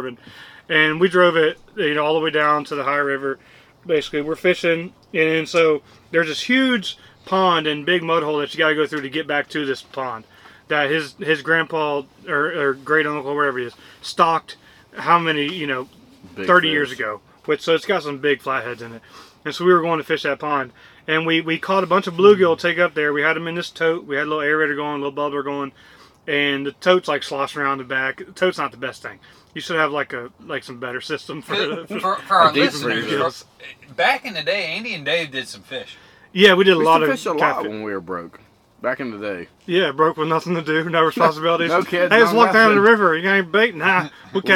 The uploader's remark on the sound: Live from deer camp we recorded an episode from the annual scouting and shed hunting trip.